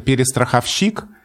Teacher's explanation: ударение сразу установилось на «о», потому что «перестраховщик», 3 безударных, а потом ударный, говорить очень неудобно.